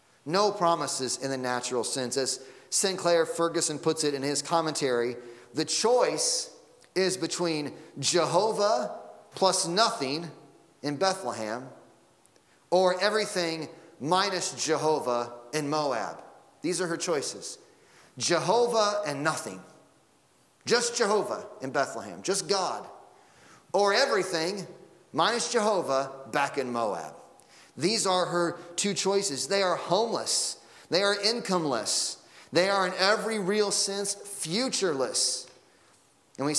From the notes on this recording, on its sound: Sunday Morning Sermon Audio